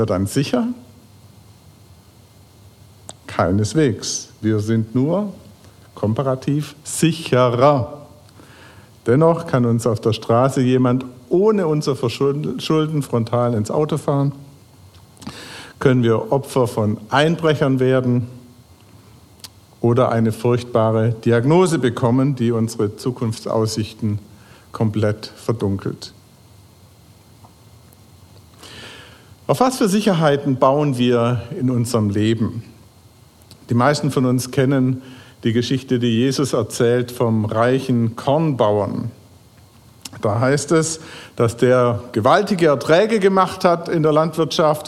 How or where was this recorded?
large echoing room